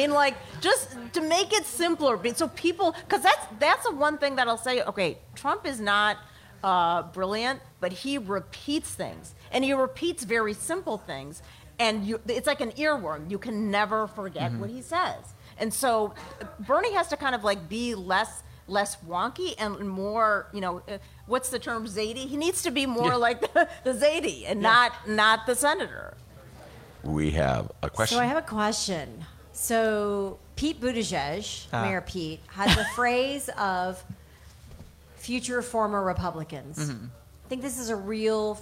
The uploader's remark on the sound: BONUS! Chicago Reader's New Hampshire Primary Show. LIVE from G-Man's Tavern.